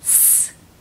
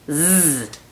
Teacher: A veces suena como S precisa y clara, y a veces hay que meterle un poquito de nuestras cuerdas vocales y que suene más como una abeja · Shown in: second take · Term: la letra Z